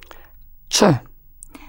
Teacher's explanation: Like the ch in church, but raise your tongue towards the roof of your mouth.